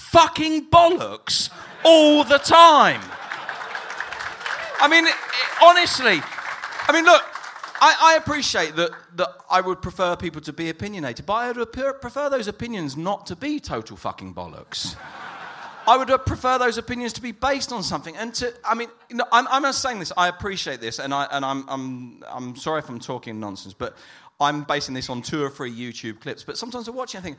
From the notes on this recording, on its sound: La Liga Live At The Sugar Club, Dublin. On the night, we opened up the floor to questions tweeted to us from members of the audience. This was organised by Con Artist promotions, who have put on some truly fantastic live football talks across Ireland.